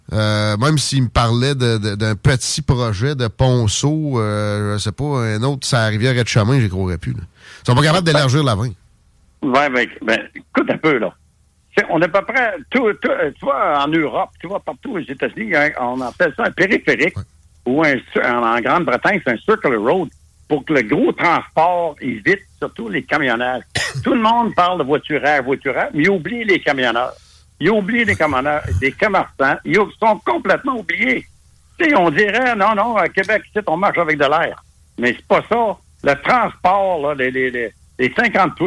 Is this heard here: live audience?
no